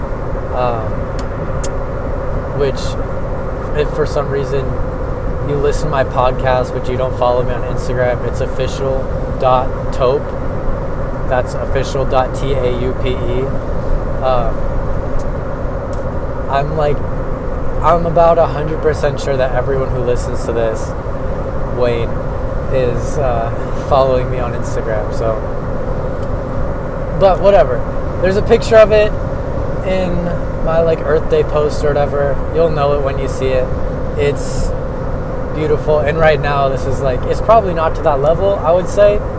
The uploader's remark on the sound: I recorded as I drove home from work